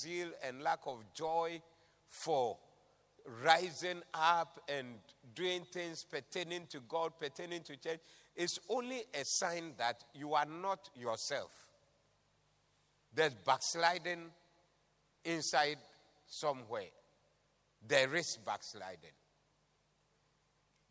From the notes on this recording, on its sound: Preached at the Doxa Service 02072023